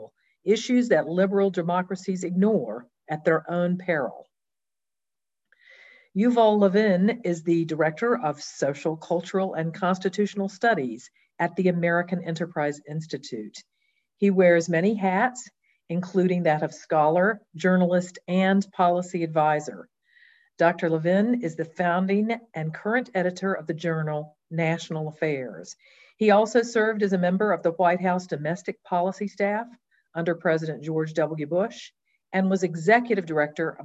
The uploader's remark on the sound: This is a recording of our virtual event